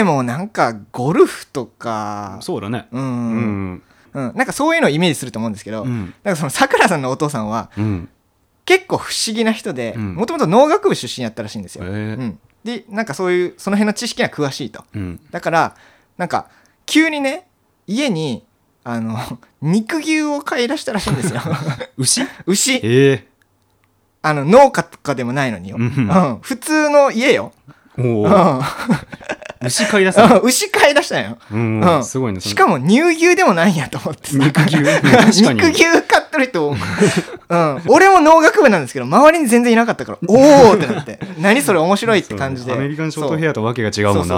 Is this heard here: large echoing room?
no